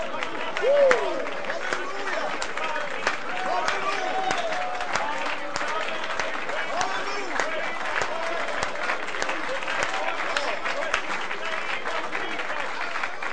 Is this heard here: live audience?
yes